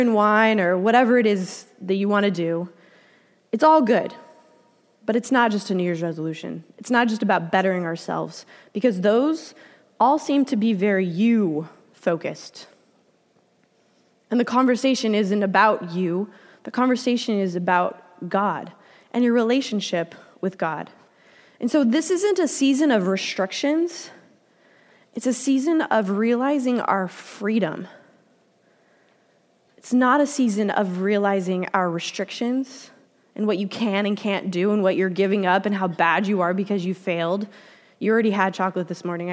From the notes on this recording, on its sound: Delivered during the Contemporary Worship service.